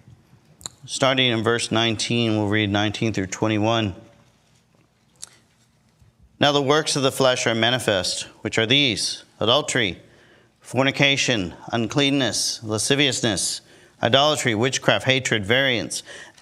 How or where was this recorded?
large echoing room